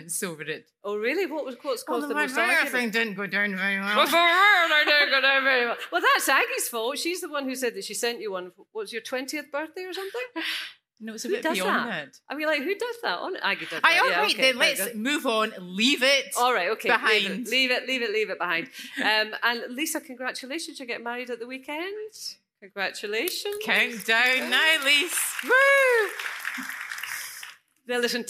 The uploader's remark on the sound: Live at the Edinburgh Fringe